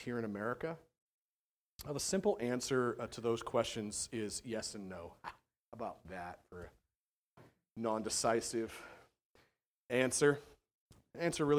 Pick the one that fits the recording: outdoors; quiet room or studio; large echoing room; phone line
large echoing room